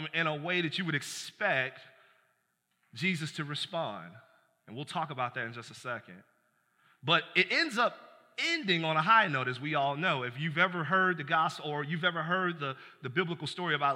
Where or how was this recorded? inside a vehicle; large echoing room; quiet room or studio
large echoing room